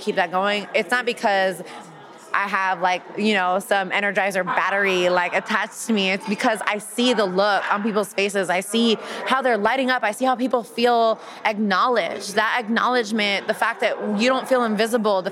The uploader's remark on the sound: LIVE! From the Latinx Wine Summit in Napa. 2nd annual (but first in person) Latinx Wine Summit in Napa, CA hosted by Hispanics in Wine.